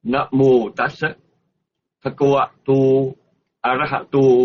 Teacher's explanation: Ná ngắn, Mô dài, Tát dài, Sa ngắn